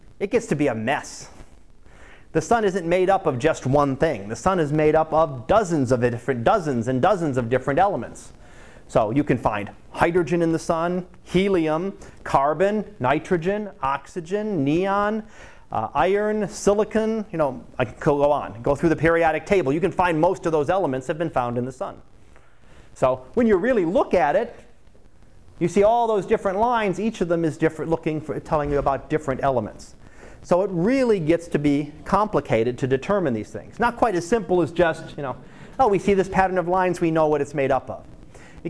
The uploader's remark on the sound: Live Class Lecture